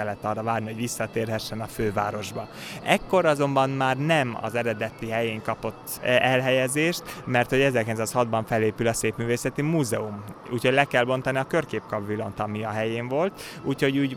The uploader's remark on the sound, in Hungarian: A beszélgetést a kiállítótérben rögzítettük, a háttérben hallható zene és zajok is bizonyítják